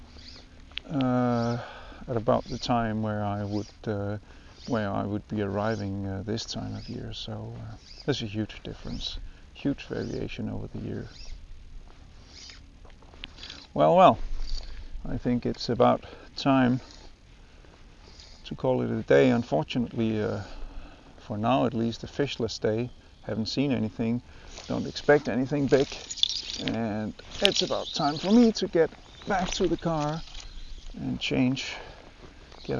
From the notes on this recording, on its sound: A podcast recorded on a quiet October morning on the Danish coast